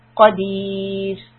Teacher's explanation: the ra here will be soft because we have a ya and a kasra before that. So the tongue should be resting low.